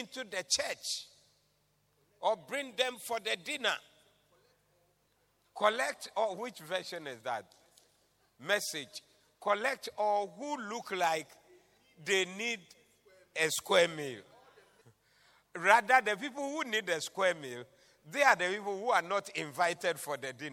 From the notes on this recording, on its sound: Preached at the Doxa Service 02072023